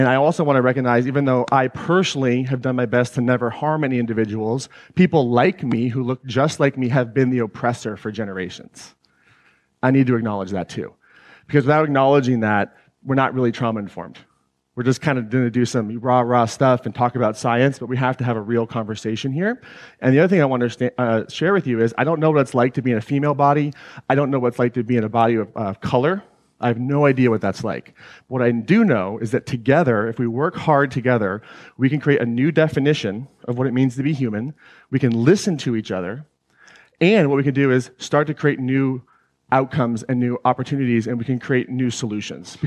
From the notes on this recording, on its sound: This excerpt was taken from the introduction to my 2019 Claim Your Power Live event in Atlanta, GA.